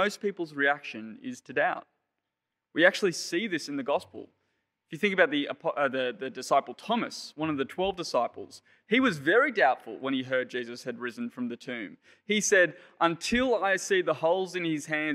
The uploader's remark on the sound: Sermon preached on 10 April 2021 at Penrith Anglican Church.